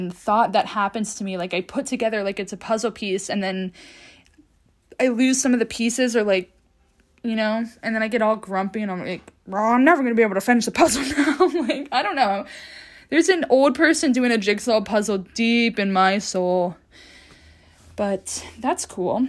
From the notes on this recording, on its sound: In this episode, i leave my mic and laptop untouched. Recorded and posted completely from my iphone 12.